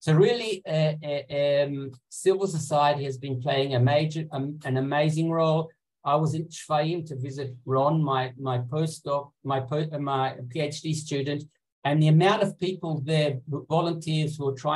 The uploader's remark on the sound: In this recorded webinar.